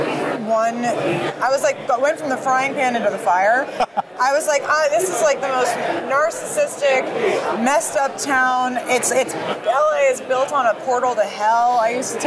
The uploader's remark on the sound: Battleground LIVE from CPAC